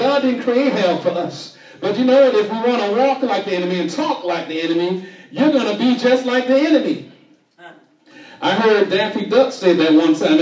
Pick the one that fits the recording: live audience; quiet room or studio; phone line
live audience